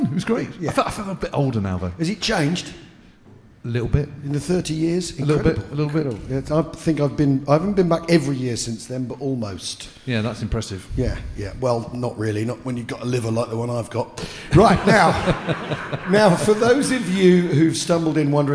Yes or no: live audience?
yes